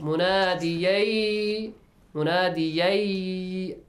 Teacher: Munadiyan, tanween plus ya. What do we have to do? We should merge. Merge the sound.